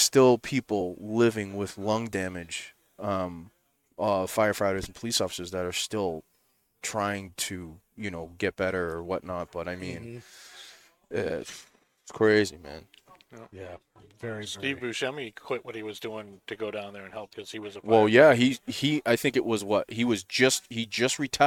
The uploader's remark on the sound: Recorded live from the 7-20-4 Lounge!